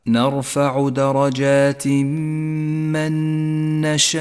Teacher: نرفع، الراء مفخمة، جاءت ساكنة وقبلها مفتوح، ولذلك ميزت باللون الأزرق الغامق إشارة إلى تفخيمها.